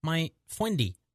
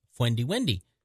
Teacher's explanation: she couldn't pronounce the R, so it would come out as my Fwendy